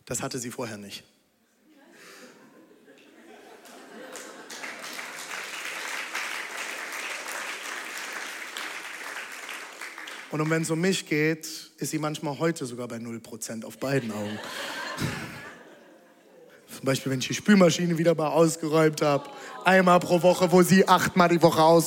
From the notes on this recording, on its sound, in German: Audiomitschnitt der Predigt